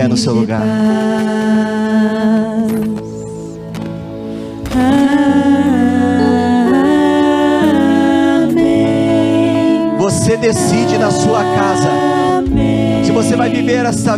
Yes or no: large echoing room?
yes